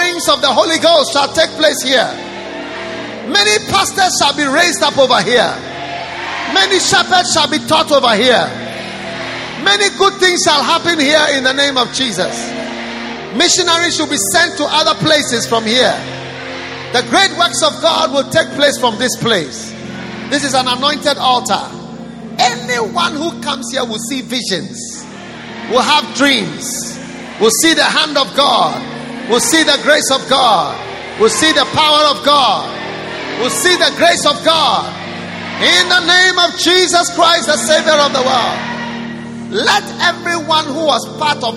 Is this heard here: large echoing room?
yes